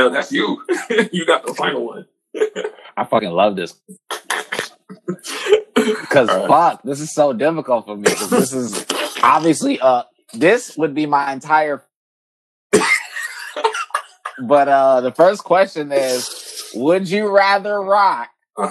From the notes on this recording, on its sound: COVID-19 was chewing away at the mic so excuse the sound quality.